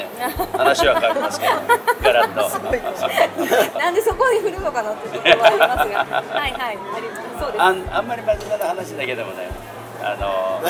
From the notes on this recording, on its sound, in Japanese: 公開収録：第56回目黒区商工まつり。今回は、目黒区商工まつりの協会ブースで収録。会場の模様をお伝えします。